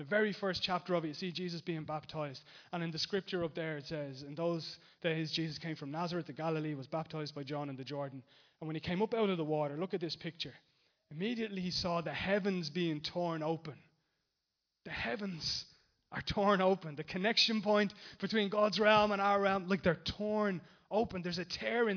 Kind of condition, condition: setting, large echoing room